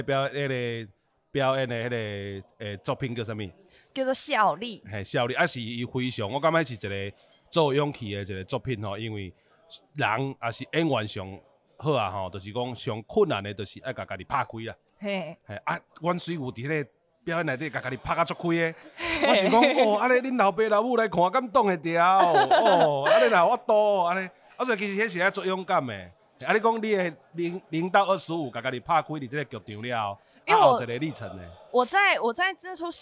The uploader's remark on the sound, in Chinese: 不可能連吃尾牙也要錄Podcast。在尾牙現場把麥克風架起來！